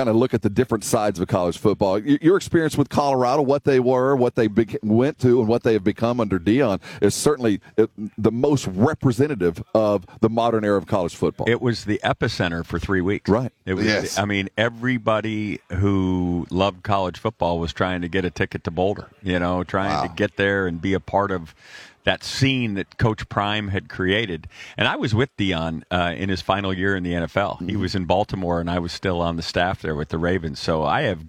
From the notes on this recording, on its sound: live from Radio Row in Boston for Army-Navy